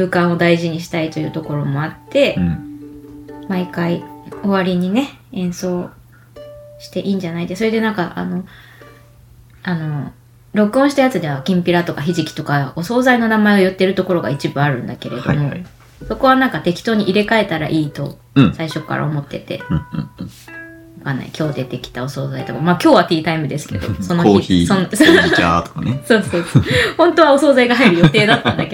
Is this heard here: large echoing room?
no